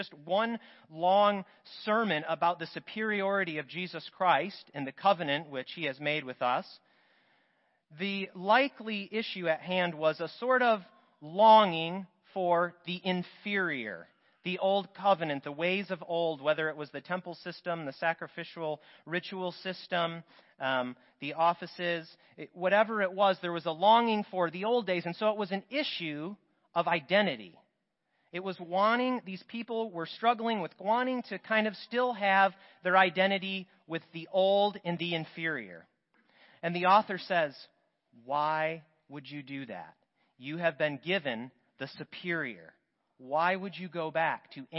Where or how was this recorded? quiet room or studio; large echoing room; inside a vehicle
large echoing room